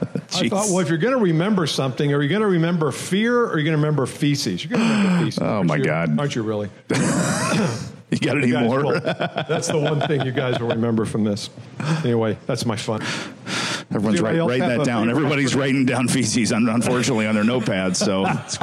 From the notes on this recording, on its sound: Host a special LIVE recording in Indianapolis Indiana.